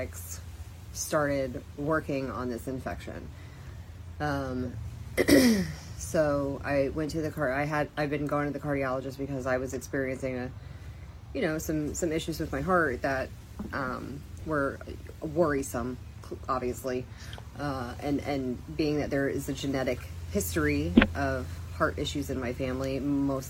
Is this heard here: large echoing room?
no